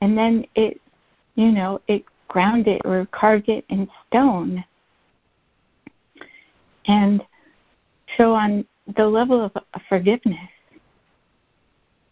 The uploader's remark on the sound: ACIM Daily Conference Call.